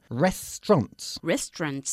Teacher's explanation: La parte de en medio, la AU, se pierde.